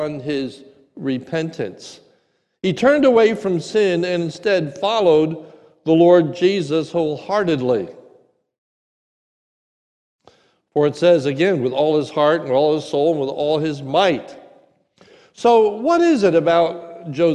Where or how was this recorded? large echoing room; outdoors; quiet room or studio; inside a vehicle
large echoing room